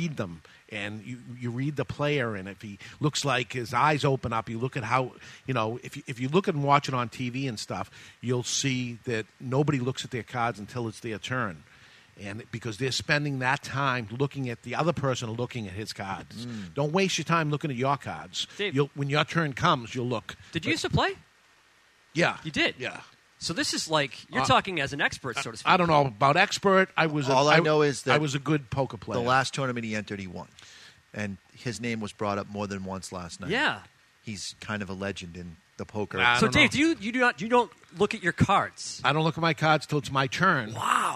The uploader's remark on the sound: Live from the CANH Golf Tournament (Cigar Association of NH)